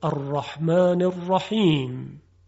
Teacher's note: حرف عین و حا از وسط حلق تلفظ میشه